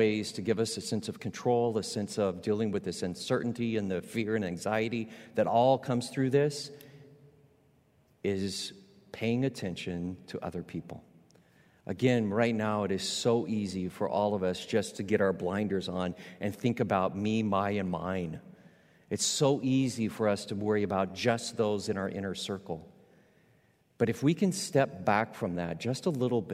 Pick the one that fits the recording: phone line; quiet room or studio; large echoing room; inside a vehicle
large echoing room